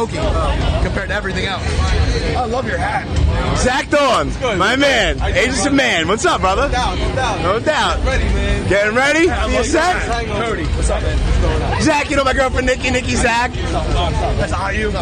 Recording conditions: busy venue